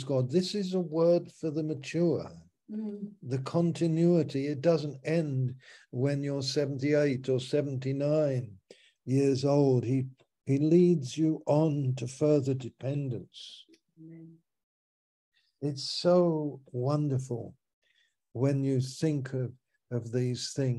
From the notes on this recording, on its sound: Malaysia Meets (Zoom).